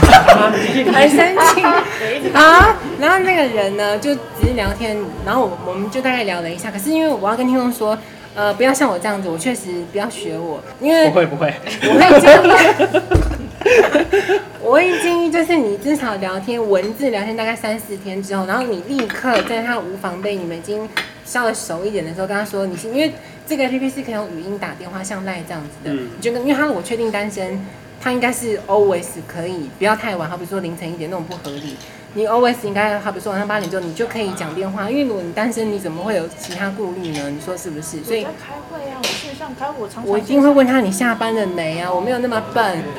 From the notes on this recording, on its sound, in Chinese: Lane 72 Bistro 英式餐酒館 之 邊吃邊聊悠閒話題分享。首次嘗試在餐酒館內錄音。